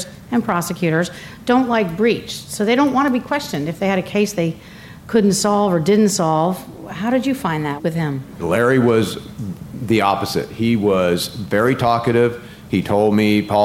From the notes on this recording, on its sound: Live from CrimeCon